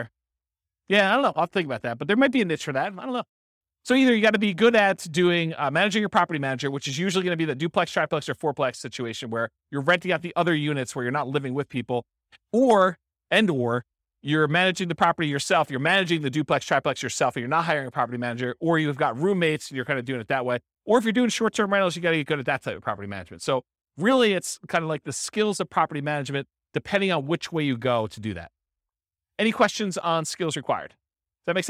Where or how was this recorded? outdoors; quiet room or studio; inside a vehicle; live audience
live audience